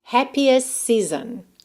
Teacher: Porque eu já tinha um S antes e eu tenho um S logo depois. Então, eu simplesmente omito esse T e junto os S's.